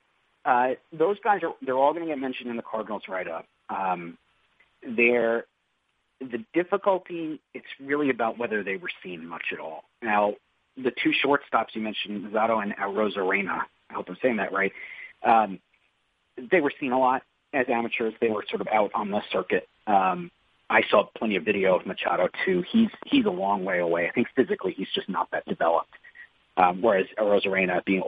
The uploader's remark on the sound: in an ESPN media conference call